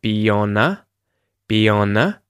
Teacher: because on and a start with vowel sounds, the previous sound is linked. In the case of be, beyond, beyond, beyond, we use a little y sound to link those two vowel sounds, beyond, beyond. · Term: connected speech